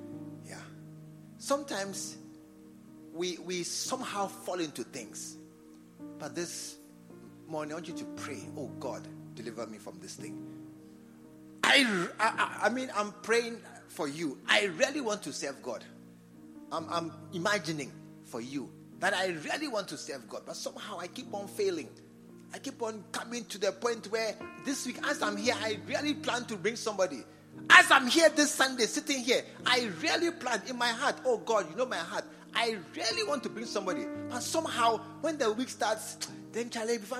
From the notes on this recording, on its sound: Preached at the True Vine Cathedral, Bantama.